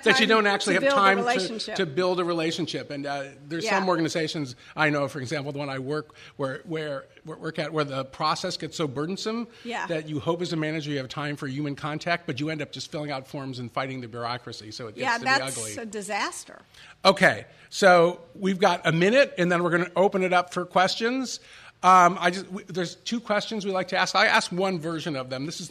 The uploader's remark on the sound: Before a live audience in San Francisco.